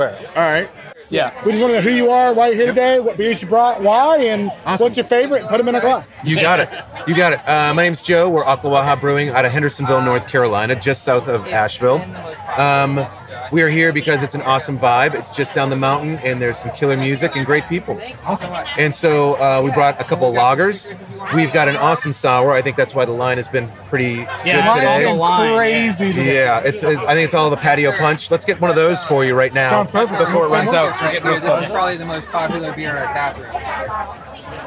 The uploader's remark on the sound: As we hit the road to take you live on the scene at the NC Brewers and Music Festival in Huntersville, NC. We talked to brewers and brewery reps from around the Carolinas, and heard from a few festival-goers about their favorite beers from the festival.